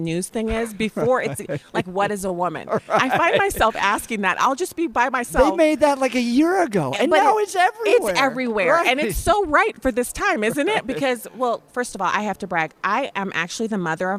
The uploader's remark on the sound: live from Western Conservative Summit 2022